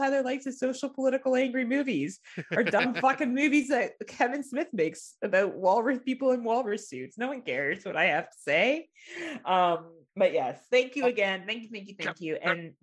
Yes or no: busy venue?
no